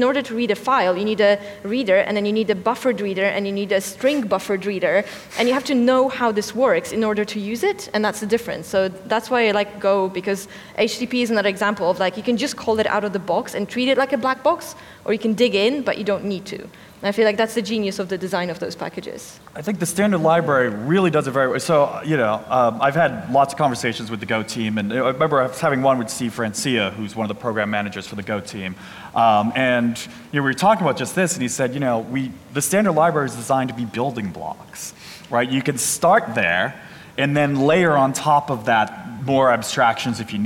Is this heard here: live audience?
yes